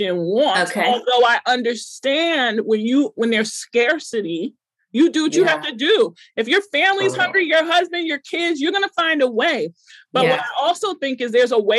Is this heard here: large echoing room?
no